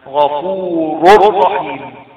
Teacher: مفيش غنة في الإضغام اللي هو الكامل اللي هو الراه واللام